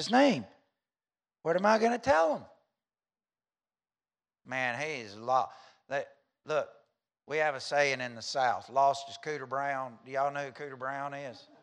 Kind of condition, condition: setting, large echoing room